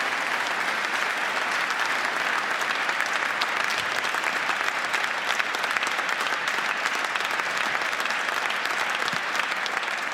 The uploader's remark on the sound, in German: Die Jury debattiert und entscheidet live vor Publikum über drei Sachbücher und drei Romane. Mitschnitt der Live-Übertragung aus der Münchner Allerheiligen-Hofkirche.